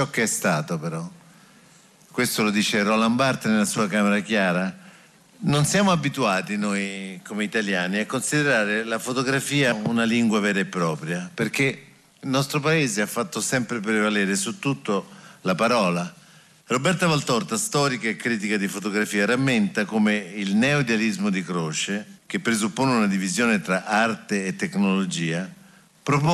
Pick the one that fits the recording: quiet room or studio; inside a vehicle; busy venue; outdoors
busy venue